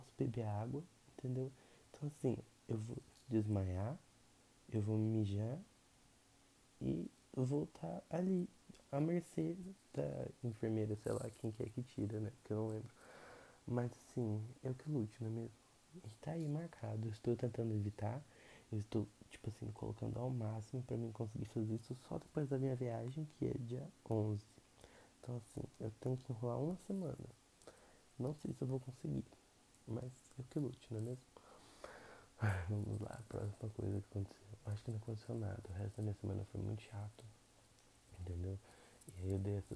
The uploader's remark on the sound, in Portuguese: gostaria de pedir desculpas pelos ruídos pelo simples fato de que não aprendi a como editar corretamente e nem qual melhor microfone para ser usado.